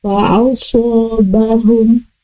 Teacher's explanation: Kemudian nah itu seharusnya panjang, dan pengucapan sifat hurufnya untuk hurufnya tebal yaitu dengan menaikkan lidah pangkal